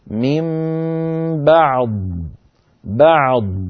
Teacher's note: فالعين تخرج صوتها مستقل عن صوت الضاد ولكنه مجاور له. هكذا من بعض، بعض، فيأتي كل صوت مستقل عن الآخر وليس فيه دمج، يعني لا نقول بعض بعض هكذا، وكأن صوت الحرفين قد تداخلا.